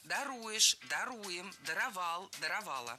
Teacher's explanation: Опять же, ударение ставим за корнем.